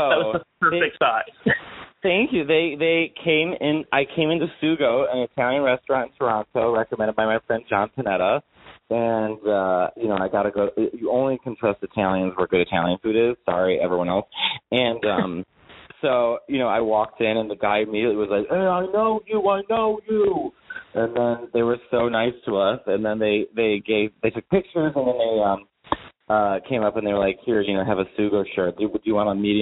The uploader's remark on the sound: He joined me for a phone interview after his return to New York from Toronto.